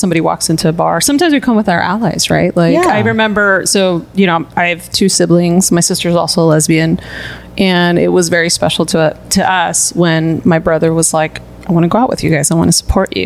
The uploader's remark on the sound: Are on location at Mother Bar located in the historic Mission District of San Francisco.